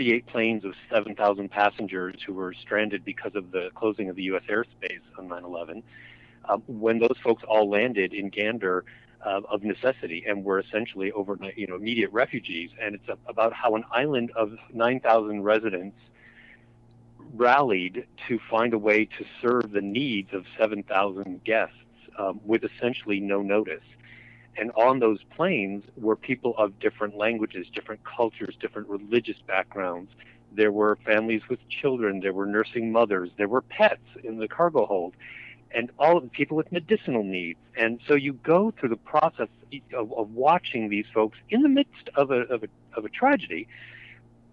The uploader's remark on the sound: By phone to discuss the new season.